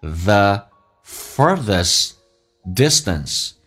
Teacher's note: Okay, great, let's take a look.我们看所有的发音的一些细节。第一句话 The furthest distance 最远的一个距离，最遥远的距离。来看一下 furthest，那么这个需要重度卷舌 R，然后进行咬下舌头，叫 thisfurthest， T 不用发音，这叫略音，因为后面是以辅音开头